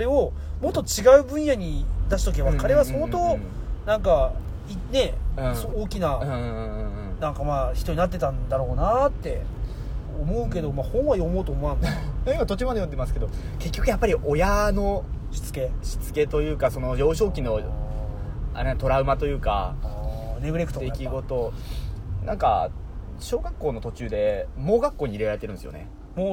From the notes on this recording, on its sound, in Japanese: いつもの営業車の中で